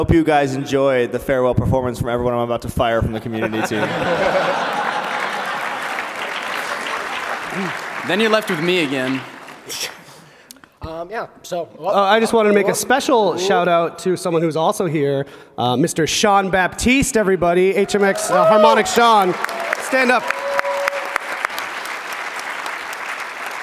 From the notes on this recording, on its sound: Pax East Panel. They're given free reign to question a captive audience in a PAX panel?